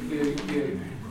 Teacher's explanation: you have to be careful about this because it's a rounded U